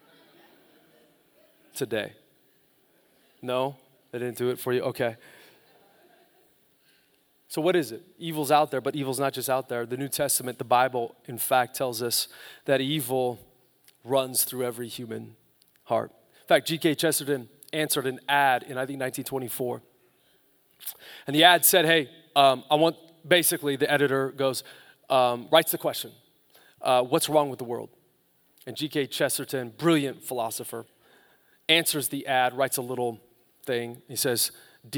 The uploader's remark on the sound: Live from Capital Church on Christmas Eve 2019